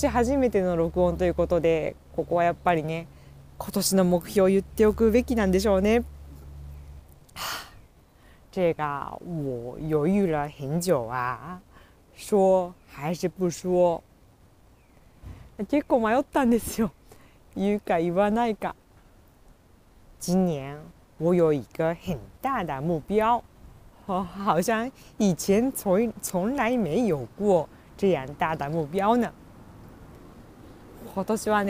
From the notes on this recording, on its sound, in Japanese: 無編集。ため息、雑音多め、なにとぞお許しください！